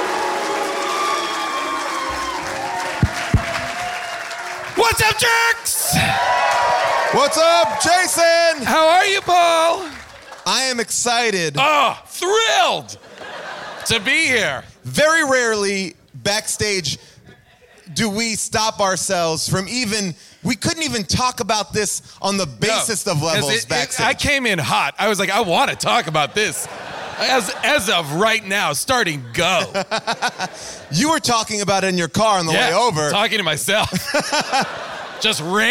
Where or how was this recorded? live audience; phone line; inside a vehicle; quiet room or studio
live audience